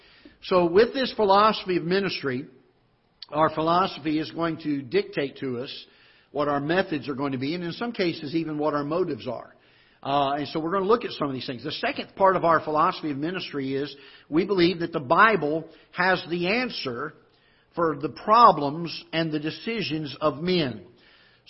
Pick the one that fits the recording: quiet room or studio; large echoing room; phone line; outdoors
large echoing room